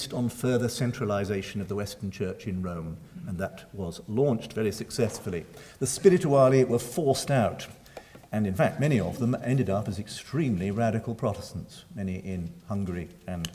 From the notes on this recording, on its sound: Recorded 30 April 2012 at St Cecilia's Hall, Edinburgh.